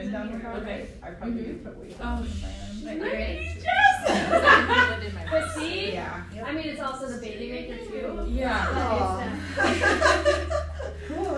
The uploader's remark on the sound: This is a live recording from a workshop.